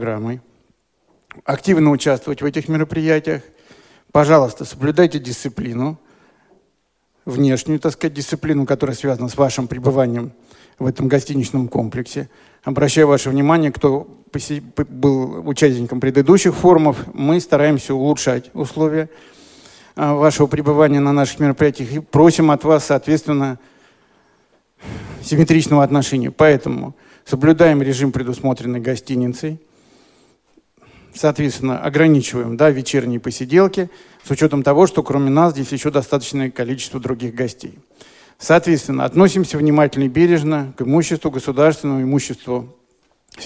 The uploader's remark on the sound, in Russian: Аудиозапись торжественной церемонии открытия Всероссийского образовательного молодёжного форума ВОС 2017.